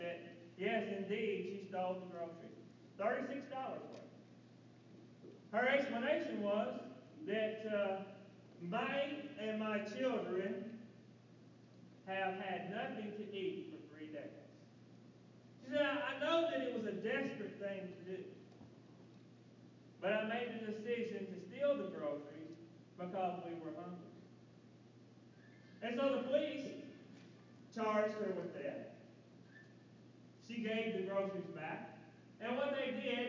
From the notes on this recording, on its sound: We are working on improving the audio quality. In the meantime, you may have to turn the volume all the way up to be able to hear.